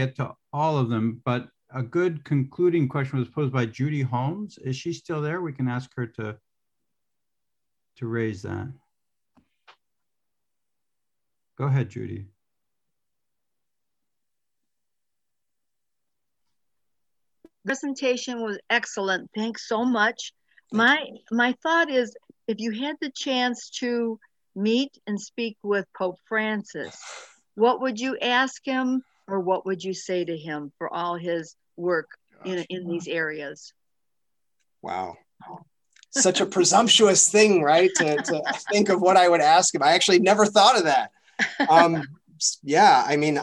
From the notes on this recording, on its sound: A webinar lecture. As part of a webinar series on Hispanic Theology, presented by the Lumen Christi Institute.